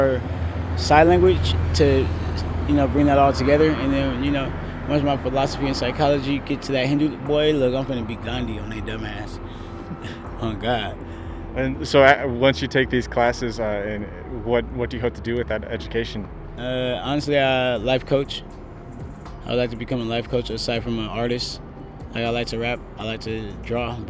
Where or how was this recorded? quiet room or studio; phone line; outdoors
outdoors